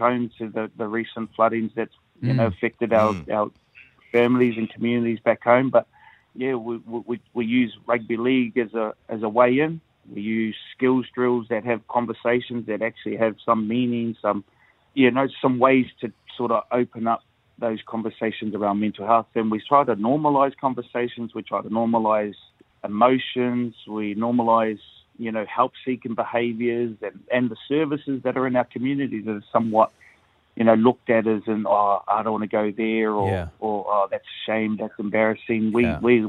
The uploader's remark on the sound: Today we were joined on the phone